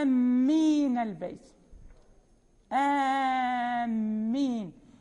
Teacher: هنا بدل في الأول الهمزة وبعدها ألف وجاء بعدها ميم مشددة، فهو مد لازم، يعني هذا المد البدل لا يبقى له أثر، نمد ست حركات